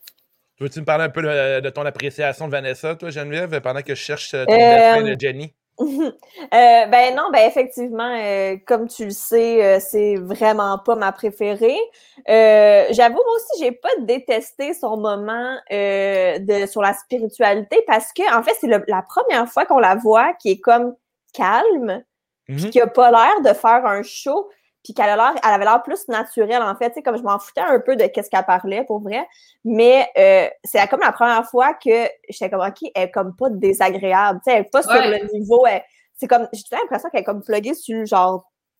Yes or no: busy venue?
no